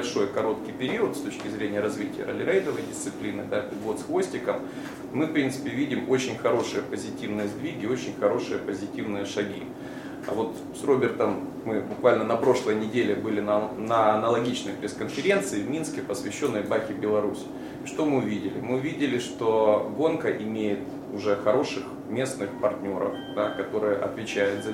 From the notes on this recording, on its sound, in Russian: Ралли-рейд ЗОЛОТО КАГАНА 2015. Пресс-конференция 07.04.15. В записи пресс-конференции, которая прошла 7 апреля 2015 года в стенах Российской Автомобильной Федерации.